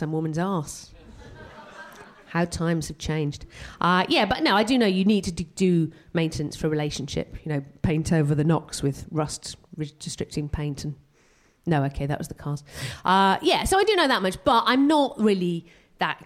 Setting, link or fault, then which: setting, live audience